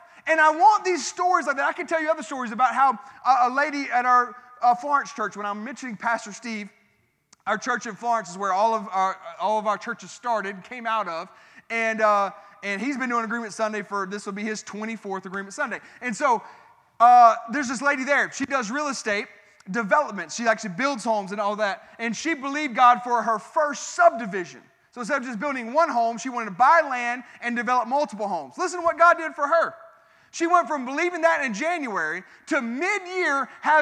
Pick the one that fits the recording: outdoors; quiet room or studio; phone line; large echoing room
large echoing room